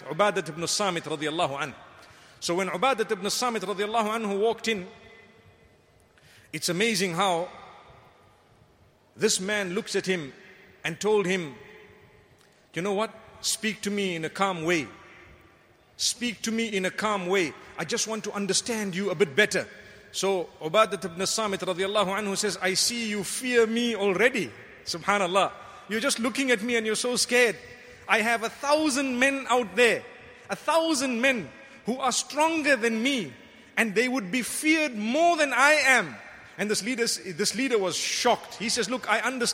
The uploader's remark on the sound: Delivered at Tuanku Mizan Zainal Abidin Musjid